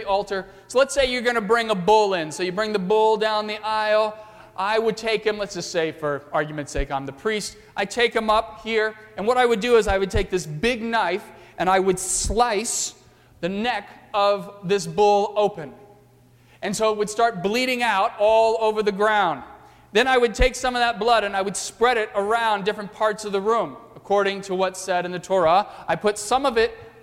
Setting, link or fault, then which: setting, large echoing room